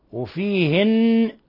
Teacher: نون مشددة تغن مقدار حركتين